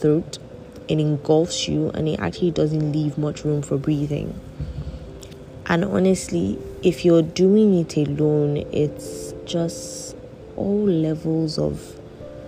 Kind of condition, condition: fault, background noise